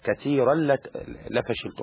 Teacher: يدخل التنوين جوه اللام ولكن ما يحصلش ان فيه غنة. كثيرا لفشلتم على طول مرة واحدة. · Term: ادغام بغير غن